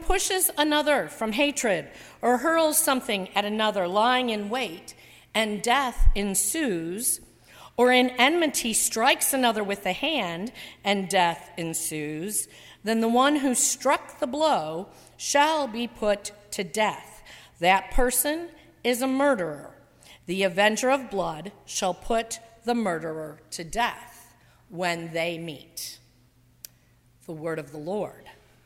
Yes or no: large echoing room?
yes